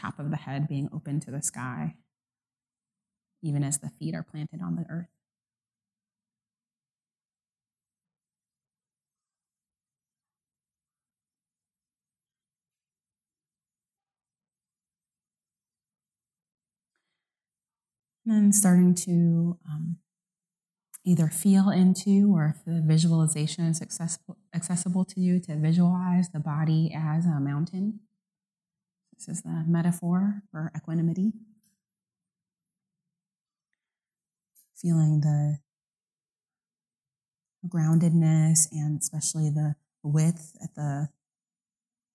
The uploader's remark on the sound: While the Rubin Museum of Art is temporarily closed due to the coronavirus outbreak, we want to stay connected with you. We are sharing a previously recorded meditation session with you. This podcast is recorded in front of a live audience in Chelsea, New York City, and includes an opening talk and 20-minute sitting session.